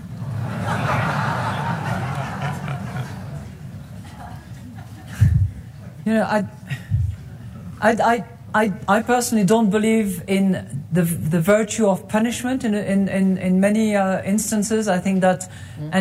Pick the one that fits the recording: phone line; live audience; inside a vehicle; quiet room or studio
live audience